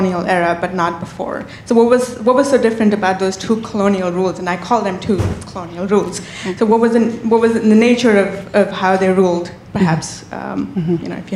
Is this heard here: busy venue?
yes